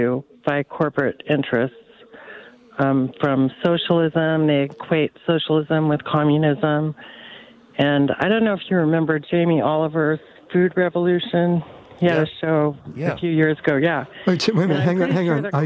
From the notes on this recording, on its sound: LIVE in the studio. To engage with listeners who called.